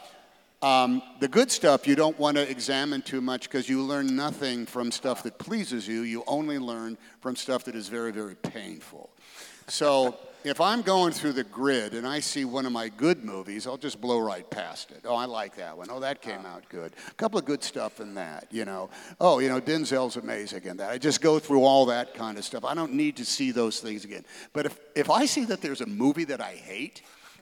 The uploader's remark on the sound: on stage at the Keller auditorium in May 2023